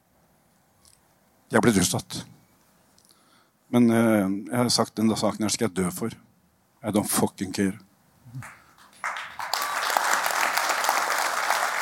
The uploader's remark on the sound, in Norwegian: AVHØRTs Juleshow, live fra Rockefeller!